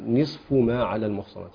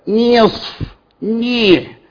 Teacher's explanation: ينبغي الاعتناء بكسر النون كسرة كاملة · Shown in: first take